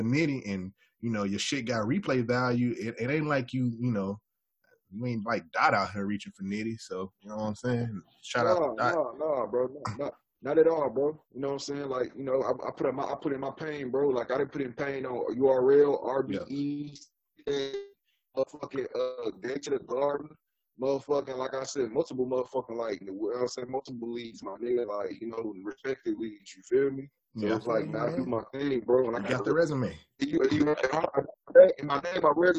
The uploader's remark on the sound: In this special unedited episode. We apologize for the audio quality as we were experiencing some technical difficulties.